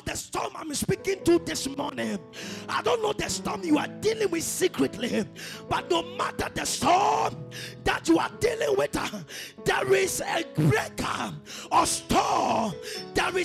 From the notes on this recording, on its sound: This is a Sunday service Recorded live from the VOG premise at Blue Lagoon, Sakaman.